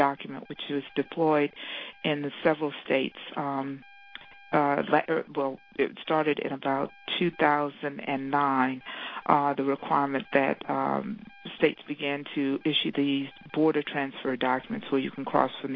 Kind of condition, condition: link, phone line